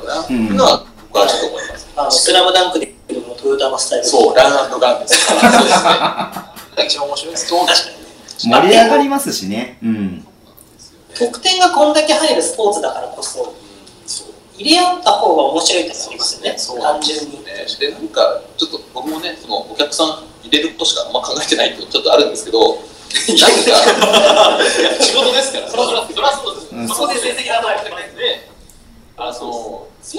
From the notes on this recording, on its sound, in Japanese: 札幌で初の公開収録。通話音声のため、お聞き苦しいところがありますが、ご了承ください。